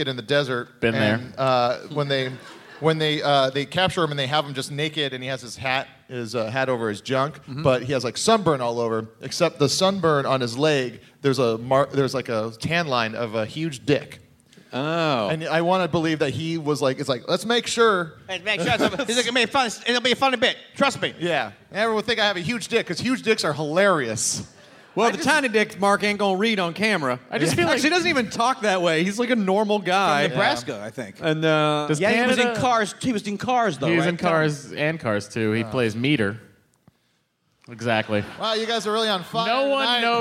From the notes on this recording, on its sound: the live show in Toronto at the JFL42 festival